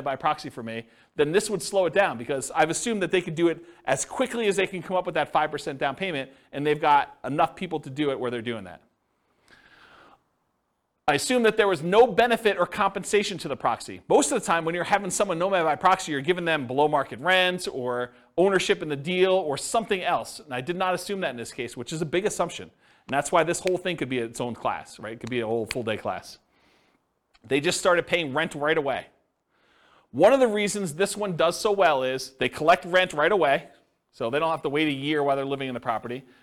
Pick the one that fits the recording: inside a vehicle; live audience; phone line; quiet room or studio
live audience